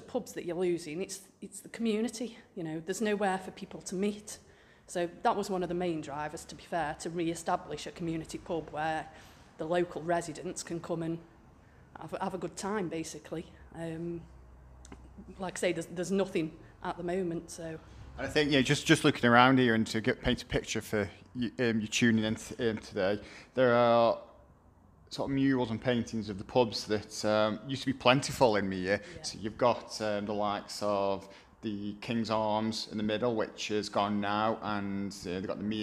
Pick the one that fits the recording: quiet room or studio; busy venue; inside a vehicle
busy venue